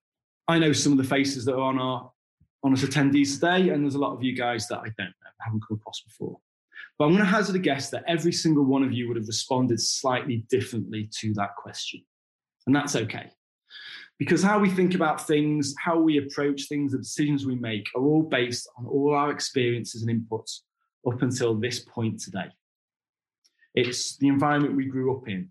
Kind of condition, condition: link, video call